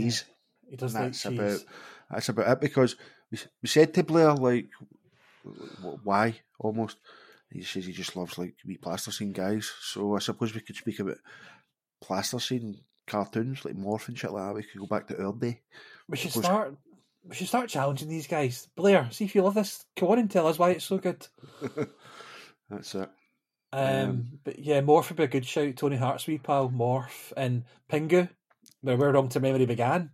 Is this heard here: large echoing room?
no